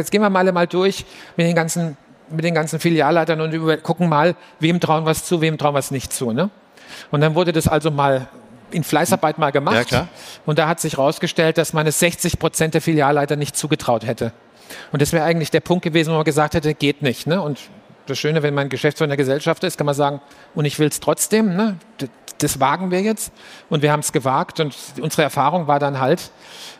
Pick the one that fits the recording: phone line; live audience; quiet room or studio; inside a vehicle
live audience